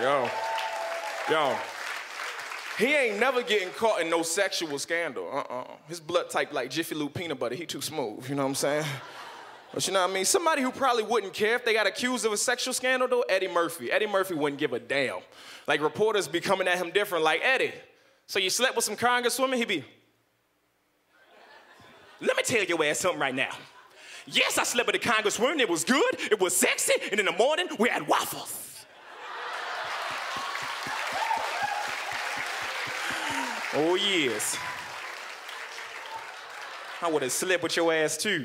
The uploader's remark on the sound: Brings the house down at the 2012 Just for Laughs Festival in Montreal.